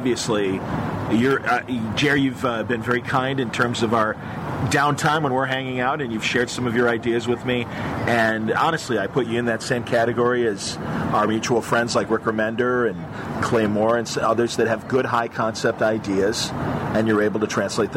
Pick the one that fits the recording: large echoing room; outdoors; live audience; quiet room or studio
outdoors